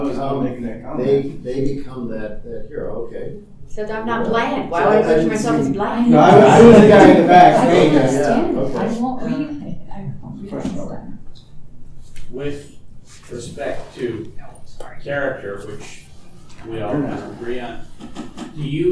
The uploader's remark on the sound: Recorded 11/10/2023 Friday – Panel Room 1 8:00 pm